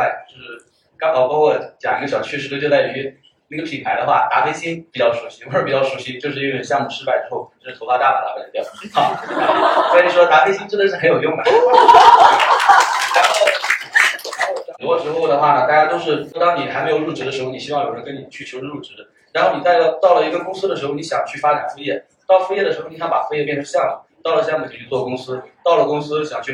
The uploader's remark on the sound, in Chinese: 今天这一期是线下听友会上海站的现场实录。和大家相聚在BFC外滩金融中心。